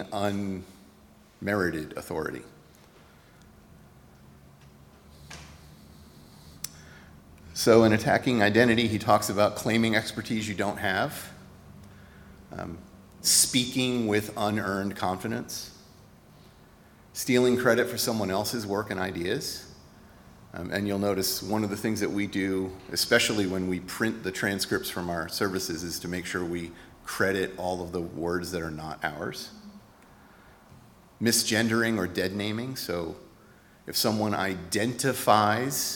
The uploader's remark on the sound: Recorded at Auckland Unitarian Church 4th February 2024